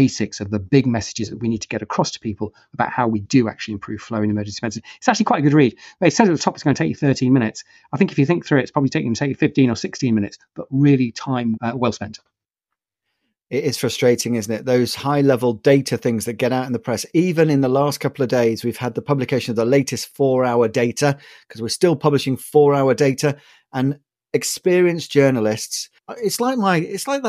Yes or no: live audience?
no